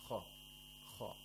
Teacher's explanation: Kha, the kha has tafkhim. The second highest level, I think. Second highest level.